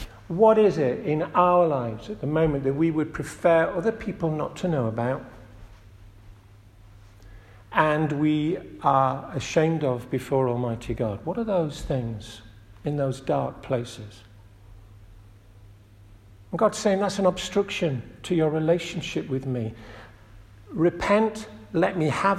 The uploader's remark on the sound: This audio recording was taken at the 10:30 Communion service at St Oswald's Church, Askrigg, North Yorkshire.